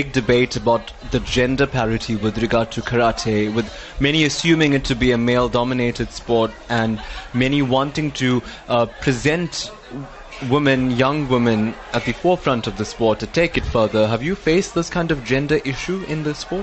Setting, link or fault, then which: setting, busy venue